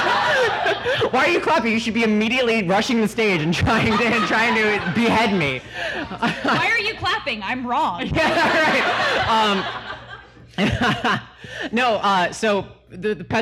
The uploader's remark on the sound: Live in Chapel Hill. In front of a great crowd at The Pit in Chapel Hill, North Carolina.